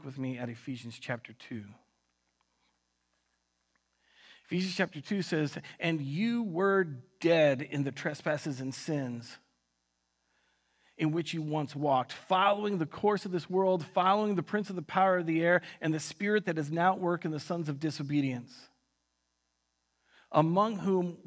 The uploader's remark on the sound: Recorded on October 25th, 2020 at Word of Life Church in Le Sueur, MN.